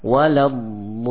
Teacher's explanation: Dan salah pengucapan walabbalin ya, tebal di awal kemudian ketika dipanjangkan ya menjadi tipis walabbalin, dan ini kesalahan.